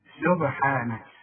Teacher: رفع السين سبحانك والنون مرققه دائما.